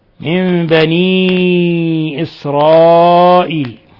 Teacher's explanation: نون ساكنة جاء بعدها الباء الحكم التجويدي إقلاب حيث قلبنا النون الساكنة ميما مخفاة